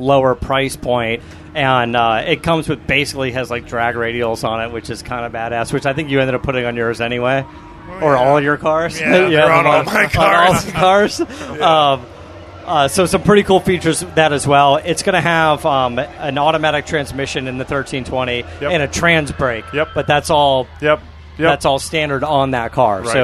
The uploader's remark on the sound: live from Roadkill Nights in Pontiac Michigan